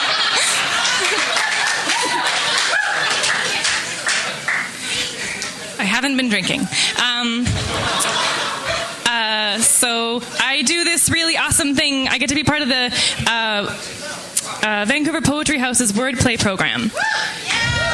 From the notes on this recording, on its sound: Live from the Vancouver Poetry Slam